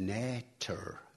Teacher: All modern accents say things like nature, with a ch in the middle. But in Shakespeare's time, it was nater, with a t. The ch hadn't come in.